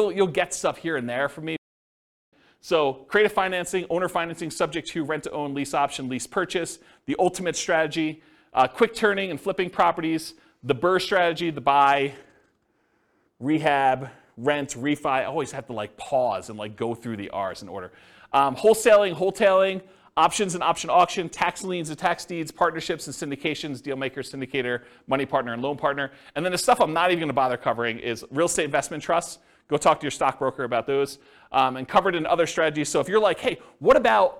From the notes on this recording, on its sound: This was a live class recorded